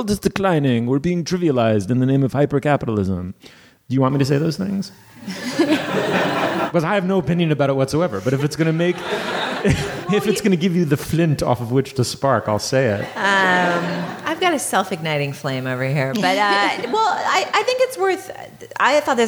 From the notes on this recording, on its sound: Live from The Mount Edition. Live from Edith Wharton's estate The Mount in the Berkshires.